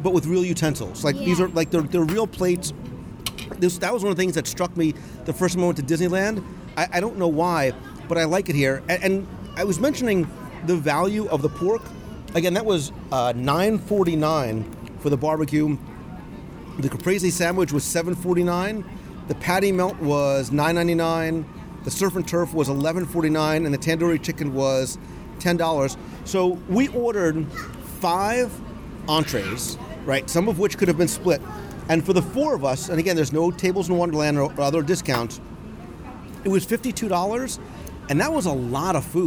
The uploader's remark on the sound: Live Review of the Landscape of Flavors at Disney’s Art of Animation Resort. Join me for a live restaurant review of the Landscape of Flavors at Disney’s Art of Animation Resort.